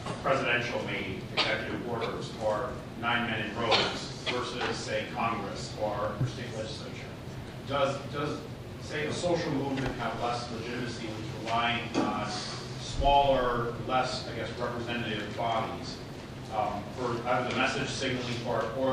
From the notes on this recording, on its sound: This talk was recorded on January 6, 2015, as part of the Chicago's Best Ideas lecture series.